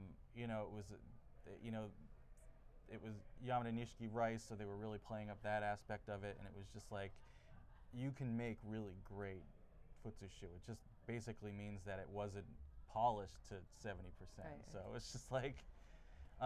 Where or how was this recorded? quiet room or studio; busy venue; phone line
busy venue